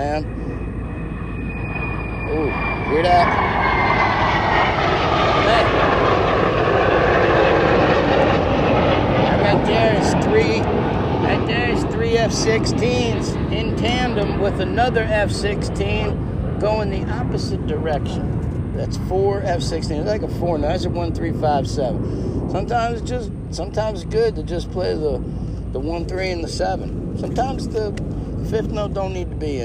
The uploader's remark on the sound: We are live from the French quarter New Orleans